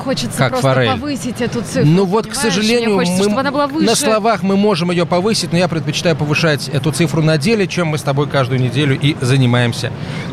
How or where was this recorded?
busy venue